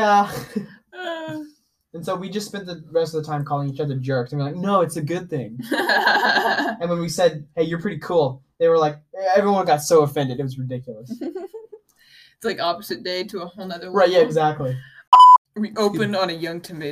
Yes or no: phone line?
no